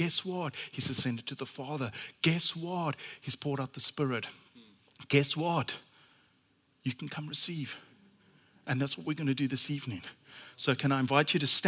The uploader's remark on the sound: at Common Ground Church Rondebosch on the 17th of May 2023